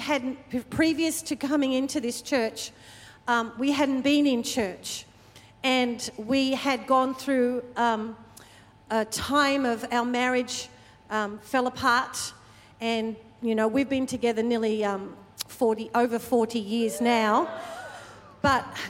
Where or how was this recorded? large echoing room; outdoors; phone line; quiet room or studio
large echoing room